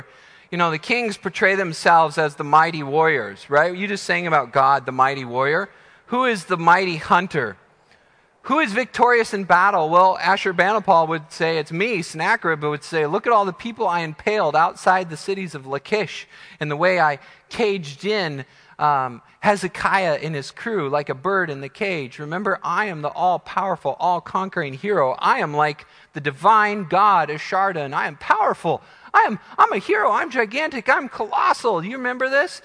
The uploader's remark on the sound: Midland Evangelical Free Church Sermon Audio